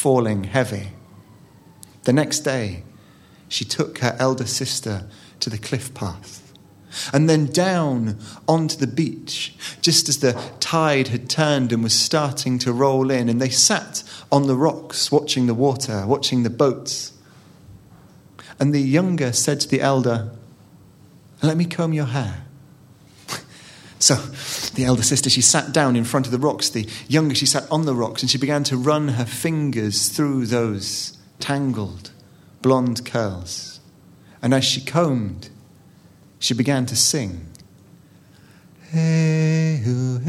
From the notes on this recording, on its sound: The first of three live recordings from our Tragic Friends live event which took place at the Dogstar, Brixton on the 25th September 2014.